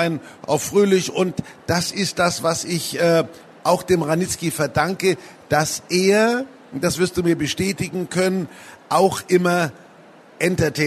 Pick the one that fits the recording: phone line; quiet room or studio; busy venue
busy venue